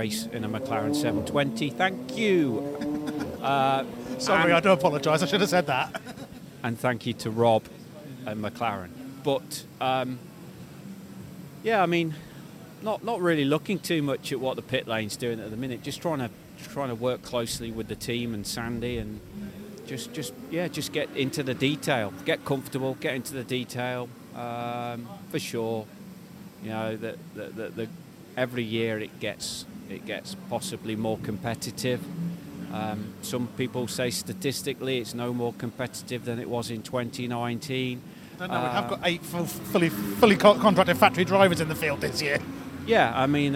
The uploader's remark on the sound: From The Racetrack - British GT Media Day 2023. Hear from drivers and series officials in the press conference.